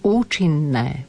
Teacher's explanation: všimnite si dve N, musíme to povedať dlhšie.